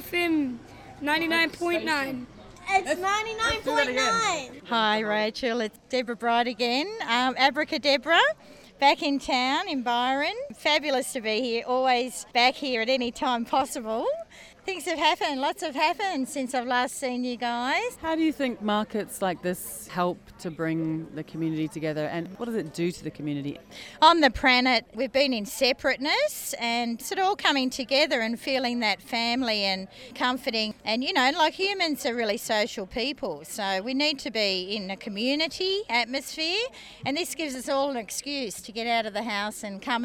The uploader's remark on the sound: Live in the Shire. Community voices weave their way around bites of food and guzzles of juice to land in my microphone.